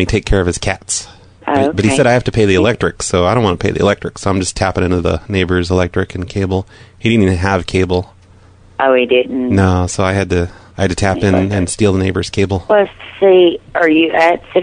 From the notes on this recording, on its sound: RBCP's Personal Prank Phone Calls Collection